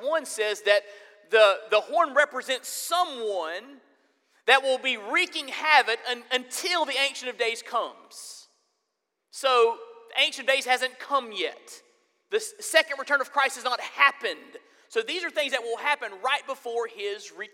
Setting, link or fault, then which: setting, large echoing room